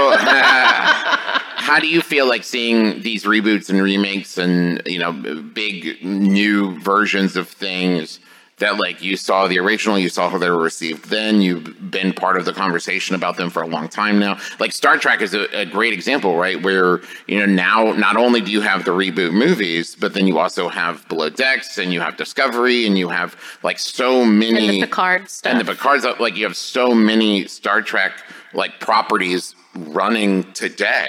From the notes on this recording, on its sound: This week’s episode is the LIVE panel from Emerald City Comic Con!